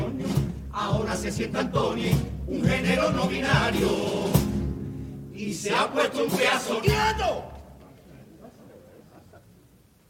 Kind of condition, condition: setting, live audience